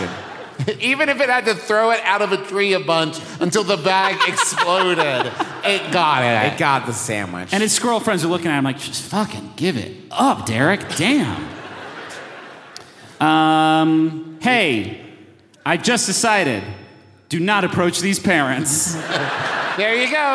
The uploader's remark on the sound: We present to you our recent live show from Denver, CO! It was a rowdy one, y’all.